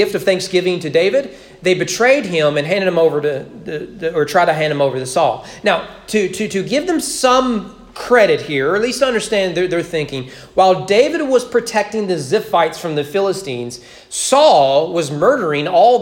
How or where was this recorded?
large echoing room